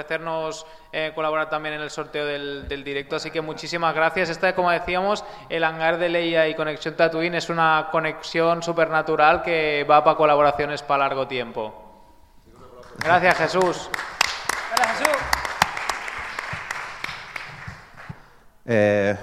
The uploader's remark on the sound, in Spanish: El equipo de Conexión Tatooine se reunía una vez más en el auditorio Eutyches del Palau Firal i de Congresos de Tarragona para realizar su segundo podcast presencial con público en directo gracias a la organización Starraco Unlimited.